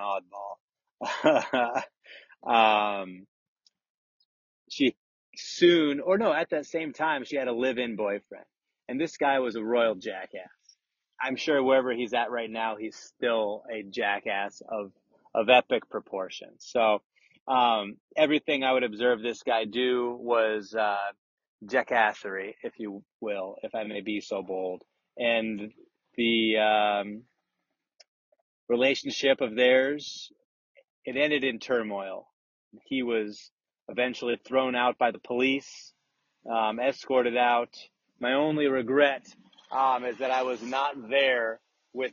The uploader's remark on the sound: Coming to you LIVE from the side of the road!